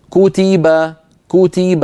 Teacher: لما نقول كوتيبة كوتيبة، أنا لما قلت كو نطقت بعد الكاف واو قصيرة اسمها ضمة